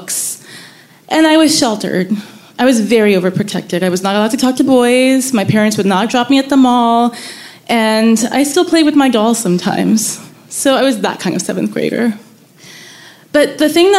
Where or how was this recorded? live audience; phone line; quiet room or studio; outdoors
live audience